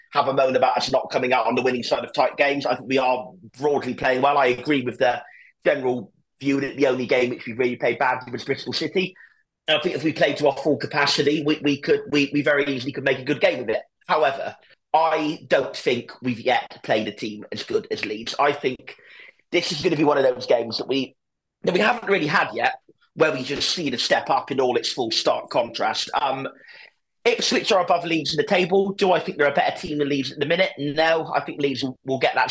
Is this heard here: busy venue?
no